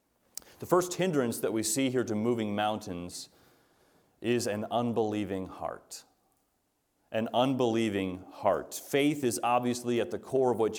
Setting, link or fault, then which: setting, large echoing room